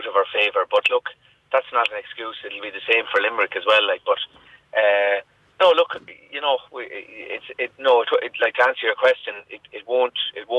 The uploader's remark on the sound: joins us on the phone